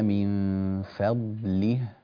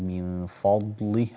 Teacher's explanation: في قوله تعالى من فضله، رقق الفاء ورقق اللام · Shown in: first take